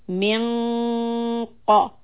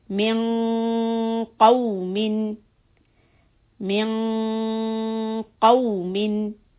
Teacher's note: make the ikhfa or the ghunna sound of the noon heavy, and we need to focus on the makhraj of the next alphabet, which is another qaf.